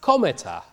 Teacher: gets borrowed into Old English as cometa, with the stress on the first syllable. And remember, Old English is a language that likes to stress things on the first syllable.